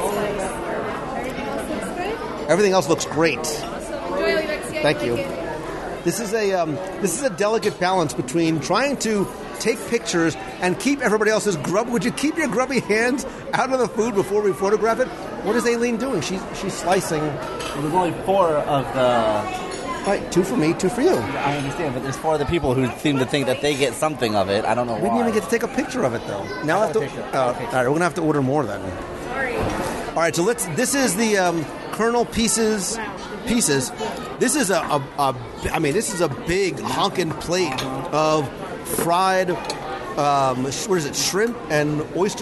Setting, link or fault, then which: setting, busy venue